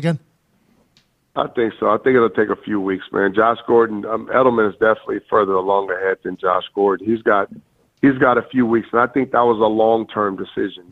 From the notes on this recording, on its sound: calls into the show